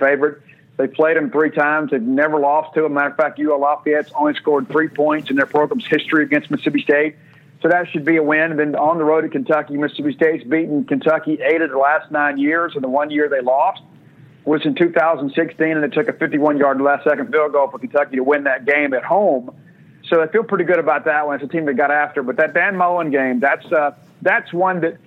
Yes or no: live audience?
no